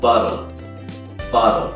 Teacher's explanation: Convirtamos esas dos T's en una especie de L.